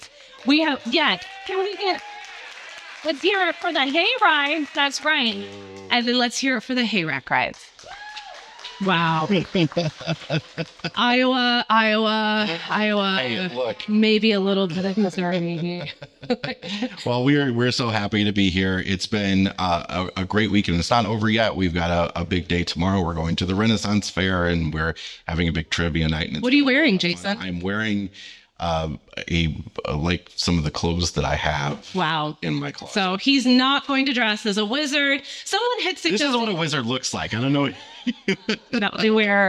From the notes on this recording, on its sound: LIVE from the Amana Homecoming. In this episode, we're recording in front of a live audience at our Homecoming rally.